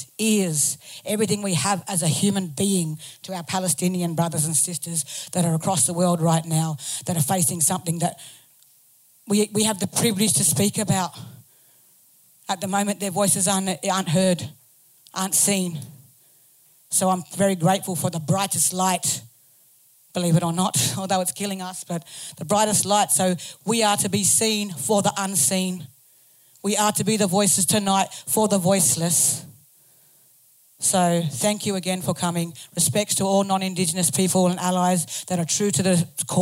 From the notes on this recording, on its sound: Recorded live on 26th October 2023 on the unceded and sacred Wangal Clan Lands of Gadigal Country. Was one of the Red Rattler Theatres 'Rat Talks' part of the Red Rattlers Arts Program 'Future Communities'. The night was filmed and audio recorded by Studio Sensorium.